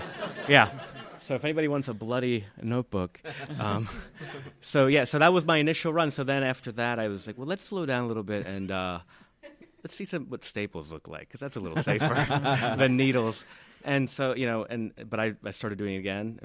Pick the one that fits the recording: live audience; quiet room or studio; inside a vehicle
live audience